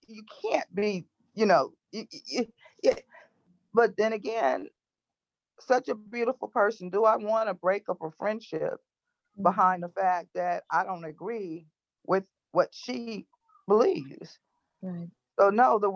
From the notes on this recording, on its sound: Q&A Discussion ONLINE. Has an intimate discussion with congregants from all across America and even in Pakistan!